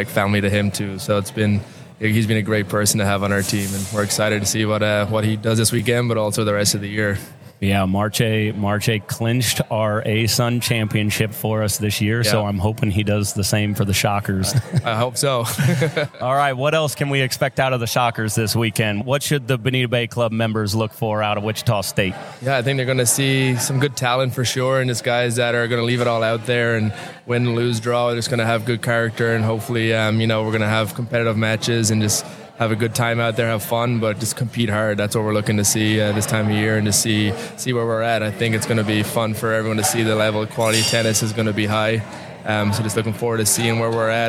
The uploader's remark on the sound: Live at the Collegiate Open. As we gear up for the FGCU Collegiate Open event.